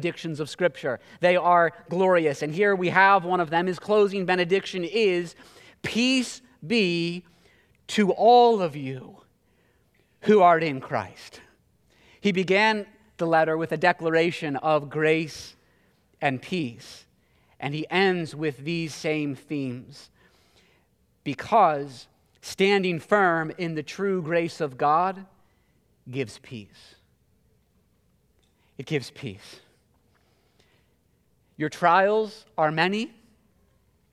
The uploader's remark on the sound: This message was preached at Covenant Fellowship Church on May 29, 2022.